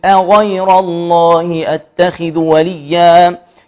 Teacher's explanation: محتاج الهمزة تكون مرققة تمام، والياء تكون مرققة، والغين والراء مفخمة